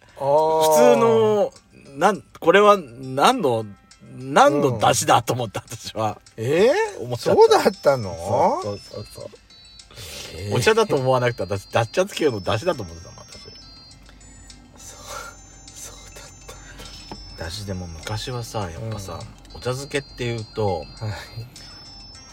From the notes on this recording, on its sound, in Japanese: From Radiotalk。パーキング収録。